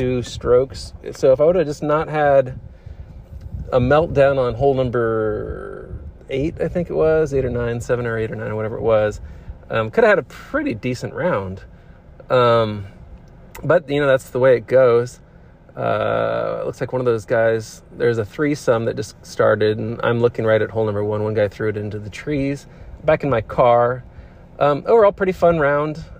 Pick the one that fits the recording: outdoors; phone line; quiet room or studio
outdoors